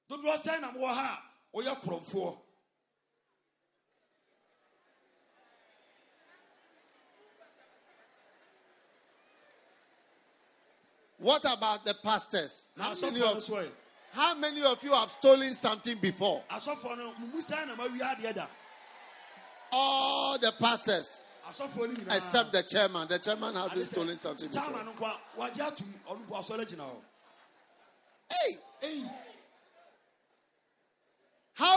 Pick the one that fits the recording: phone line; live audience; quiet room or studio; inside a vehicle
live audience